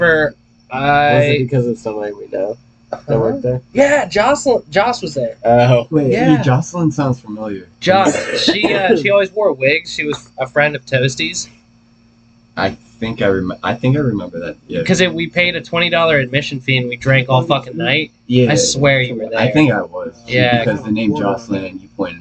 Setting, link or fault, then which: fault, poor sound quality